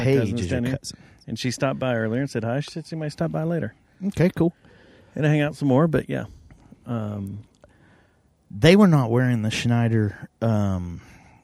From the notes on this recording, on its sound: Road Trip: Junction, Texas. We were out on the road this past weekend and decided to do the show in the heart of the hill country, Junction Texas. We recorded it on the banks of the South Llano River with an audience of kayakers and white-tailed deer.